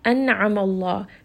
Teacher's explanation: Noon is going to have tawassut, so we're just going to rest on this noon.